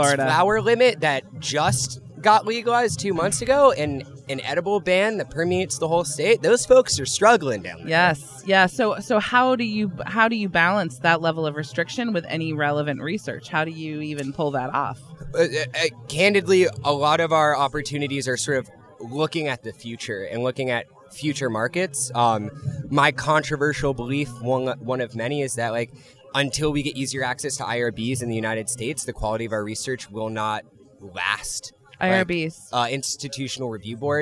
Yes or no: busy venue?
yes